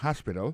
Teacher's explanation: accent tombe sur le premier syllabe là, il y a trois syllabes